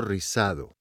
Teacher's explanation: Remember that the R at the beginning of a word is pronounced as a trill.